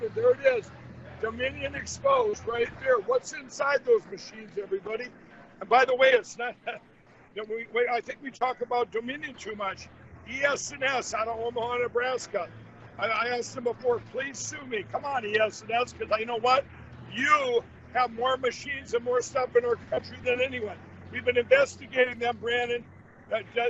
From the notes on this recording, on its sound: Reports Live From Behind The Scenes At President …’s Pennsylvania Rally